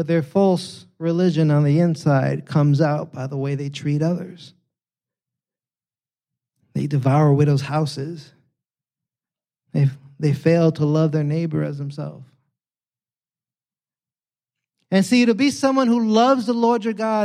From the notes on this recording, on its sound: preached this sermon on Sunday, September 24th, 2023, at Catalyst Church San Diego